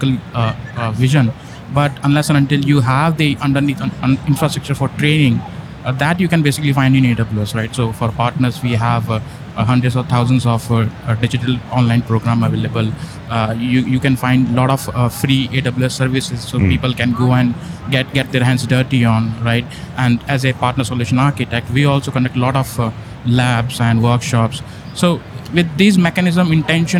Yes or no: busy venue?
yes